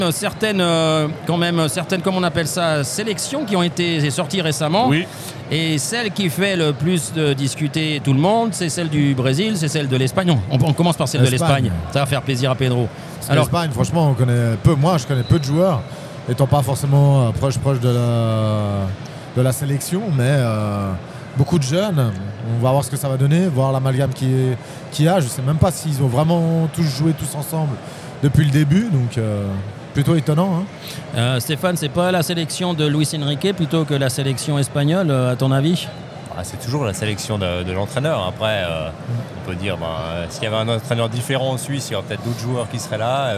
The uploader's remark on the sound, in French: Une émission spéciale en direct du salon Passion Football